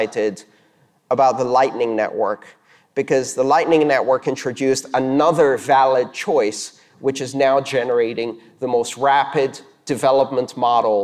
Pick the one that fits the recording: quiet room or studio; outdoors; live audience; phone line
live audience